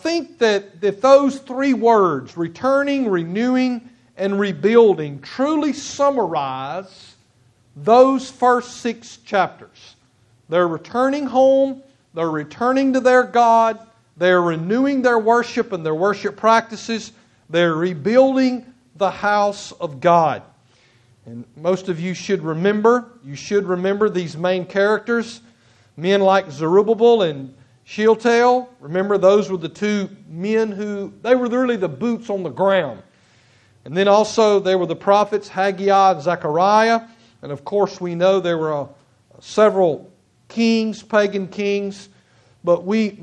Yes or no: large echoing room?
yes